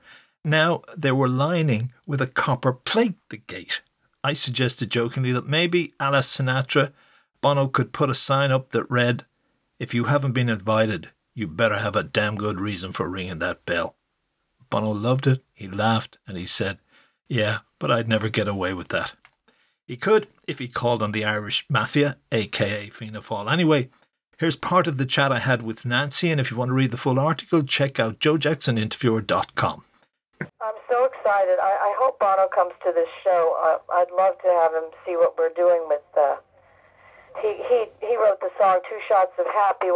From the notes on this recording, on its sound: This clip comes from a phone interview